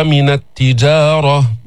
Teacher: الجيم ما فيها استعلاء، ما فيها إطباق، ما فيها تفخيم